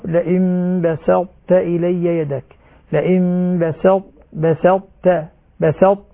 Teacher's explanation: الطاء هنا مع التاء إدغام متجانسين صغير ناقص، إدغام متجانسين لأن من نفس المخرج، الطاء والتاء نفس المخرج، وناقص لأن الطاء أقوى من التاء، فلما ندغم الطاء تدغم الطاء في التاء ذاتا لا صفة، تبقى صفة الطاء موجودة، ولذلك ما يقول لئن بسطت إلي صارت إدغام كامل، هذا خطأ.